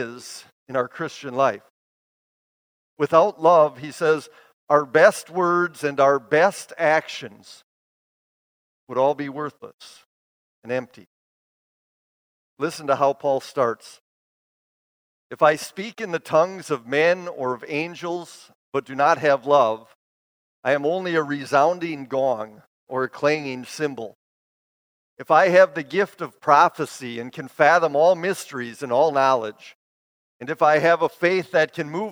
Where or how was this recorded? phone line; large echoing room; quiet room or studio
large echoing room